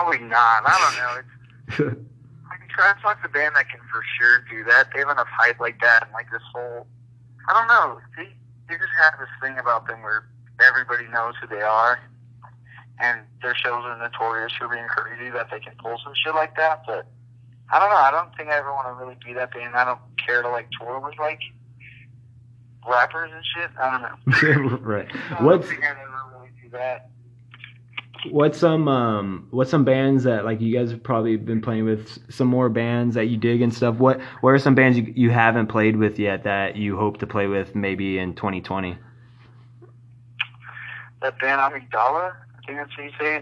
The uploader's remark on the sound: Phone interview.